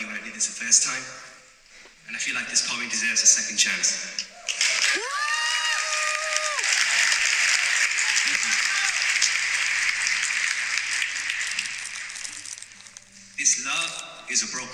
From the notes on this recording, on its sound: performance live at poetry jams 7th birthday party live in brimingham town hall.